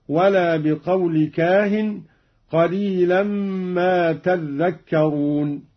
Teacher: قرأ قالون بتشديد الذال